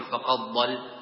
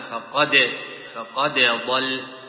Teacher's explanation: بتسكين الدال مع القلقلة وعدم إدغامها مع الضاد · Shown in: second take · لا تقول فقد ضل، إنما فقد، ضل.